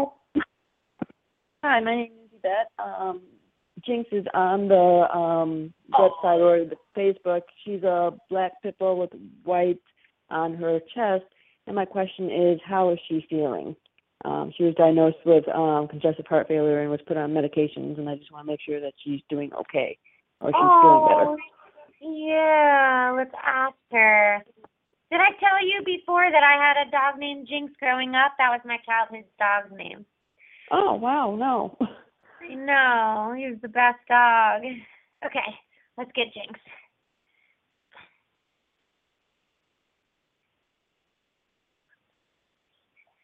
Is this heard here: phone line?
yes